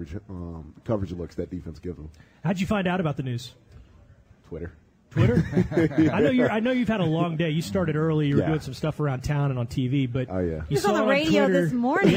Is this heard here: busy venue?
yes